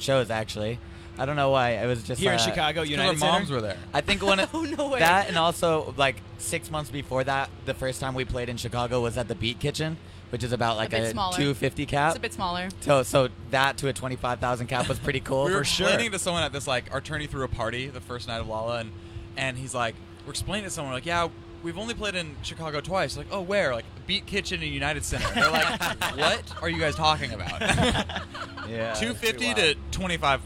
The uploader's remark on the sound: The Mix is live backstage at Lollapalooza 2023!